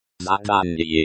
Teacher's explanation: Zadanye is pronounced with stress on the second syllable.